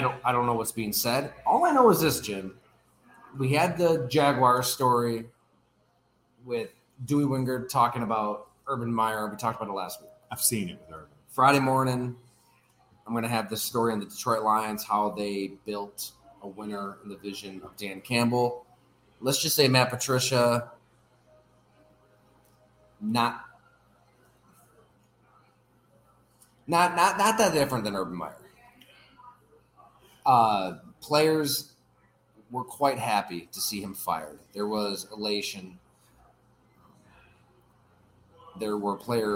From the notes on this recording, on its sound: You can listen to the audio above or watch the video below from Fattey Beer Company in Hamburg, NY.